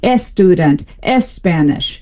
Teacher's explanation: The SP and the ST clusters cannot happen word initially in Spanish. And so what they do is something similar to the strategy that an English speaker trying to speak Swahili would, and they stick a vowel beforehand.